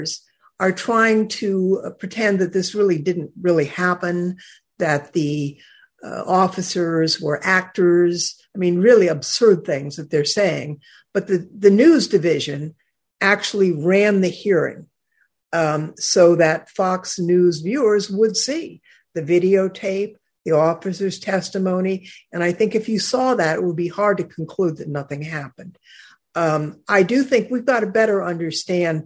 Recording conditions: video call